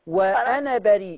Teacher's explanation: ألف أنا لا تنطق وصلا